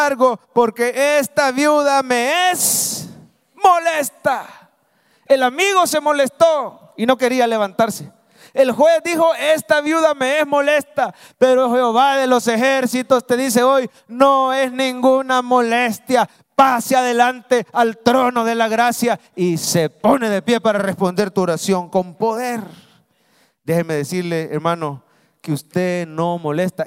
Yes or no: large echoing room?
yes